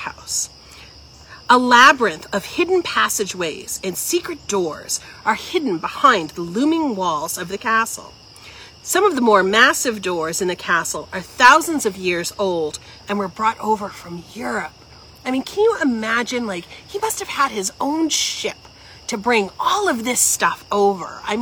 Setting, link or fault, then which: setting, outdoors